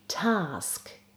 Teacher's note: I often hear non-native speakers making it too short and it sounds like tusk, like elephant's tusks.